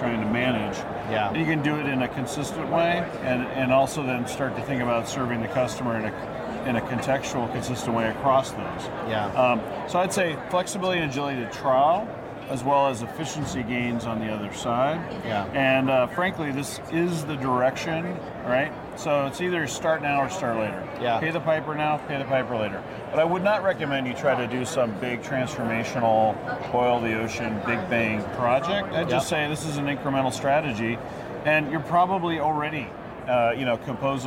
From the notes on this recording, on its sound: hits the floor at Shoptalk , one of the largest commerce conferences in North America